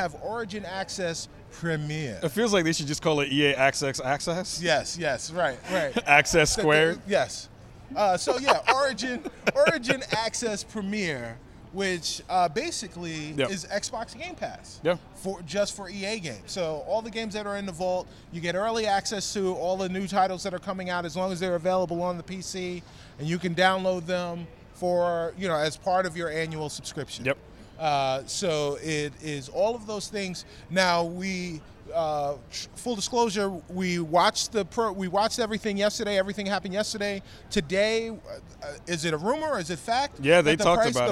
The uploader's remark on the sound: We are live from E3 2018 and are at the EA conference and EA Play event